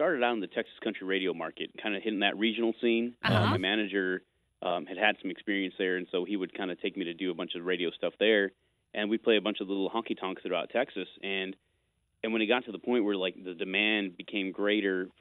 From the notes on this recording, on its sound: called